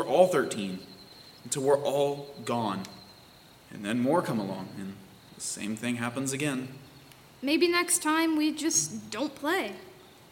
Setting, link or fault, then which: setting, live audience